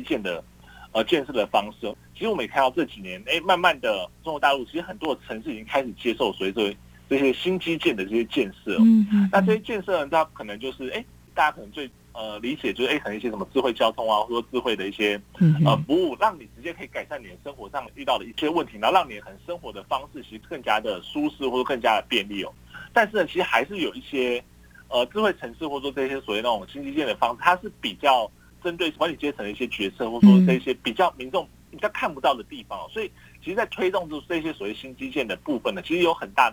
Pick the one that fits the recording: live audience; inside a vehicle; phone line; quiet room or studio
phone line